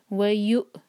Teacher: واو کے اوپر حمزہ ہے تو واو نہیں پڑھا جائے گا، اور حمزہ پر سکون ہے تو کٹ آف ساؤنڈ آنا چاہیے